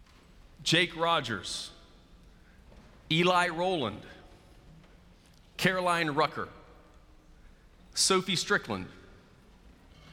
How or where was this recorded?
large echoing room